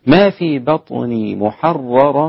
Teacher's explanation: تأمل الباء الرقيقة مع بعدها قلقلة الطاء